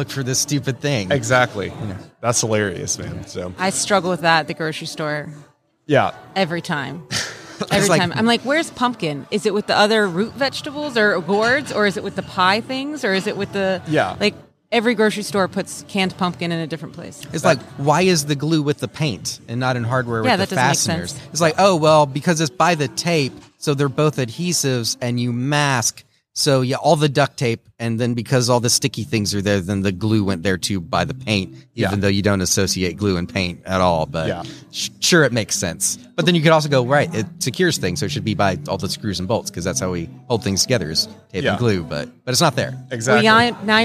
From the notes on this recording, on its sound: LIVE from WORKBENCHcon 2022. On this live episode of Organization Conversation, broadcast from WORKBENCHcon 2022.